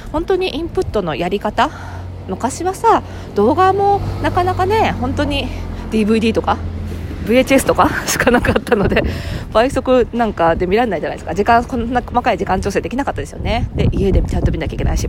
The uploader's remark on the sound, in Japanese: 久々の屋外収録！本日は久々に外で収録してみました。初夏の目黒川沿いを歩きながら。